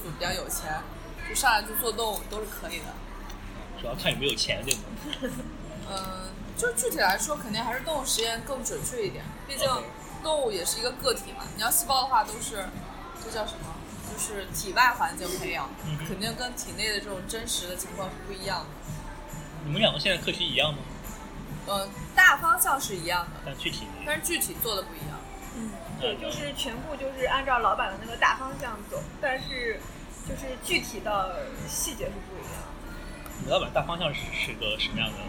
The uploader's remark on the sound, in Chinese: 本次在咖啡厅录制, 杂音较大, 望见谅.